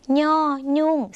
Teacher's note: ย่อยุ่งเสียงขึ้นจมูกค่ะออกเสียงเหมือนในภาคอีสานและในภาคเหนือของไทย